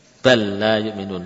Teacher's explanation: Lam diidghamkan ke huruf yang sama, lam.